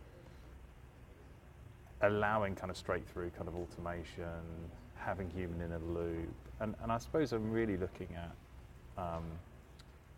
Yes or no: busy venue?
yes